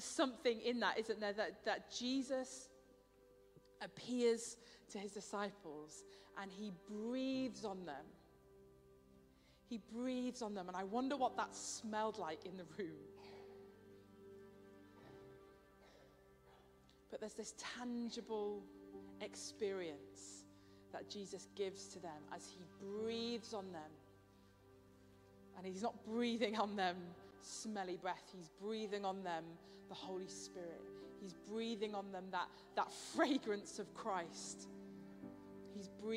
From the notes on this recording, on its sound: Streamed live at St Paul's Shadwell on Sunday, 16 April 2023